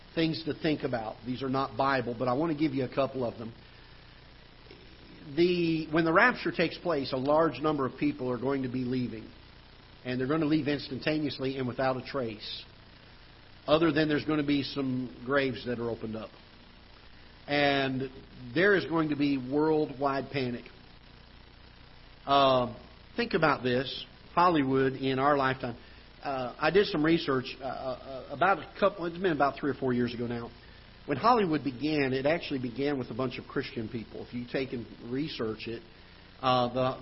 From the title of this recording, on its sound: Ketha Heights Baptist Church ~ Live Broadcast